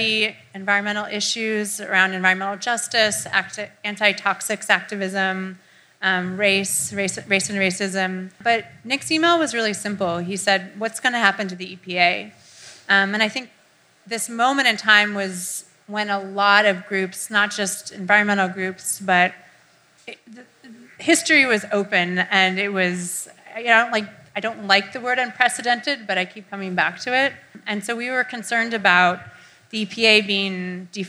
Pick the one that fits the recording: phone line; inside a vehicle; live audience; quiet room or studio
live audience